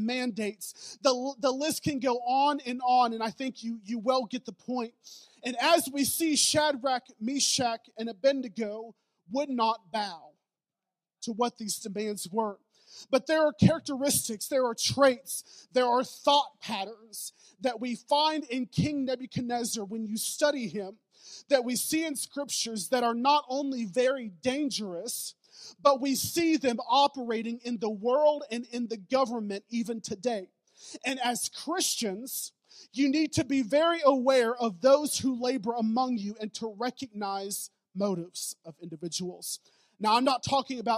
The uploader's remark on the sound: preached at Newport City Church